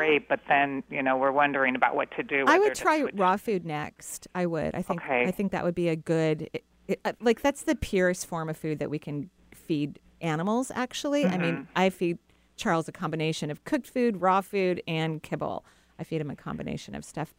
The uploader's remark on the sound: Enjoy this call in show.